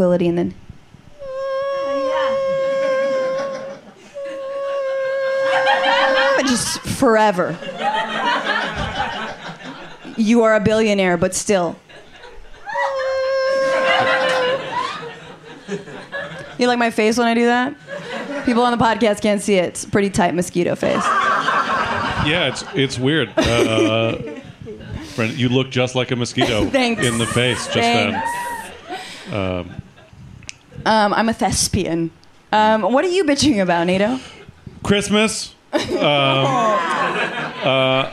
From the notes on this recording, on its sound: In the second live episode of The Bitchuation Room